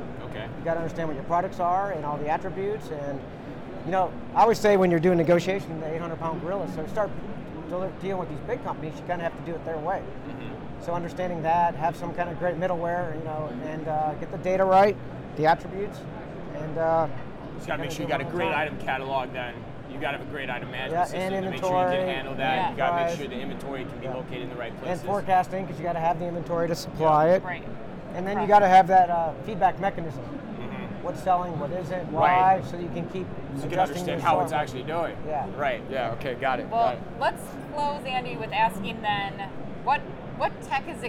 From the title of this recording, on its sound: Live From NRF 2024